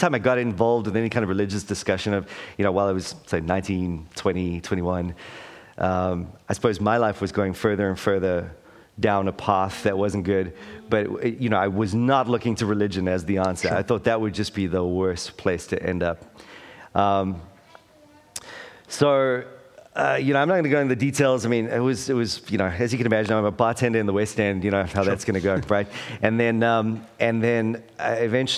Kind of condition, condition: setting, busy venue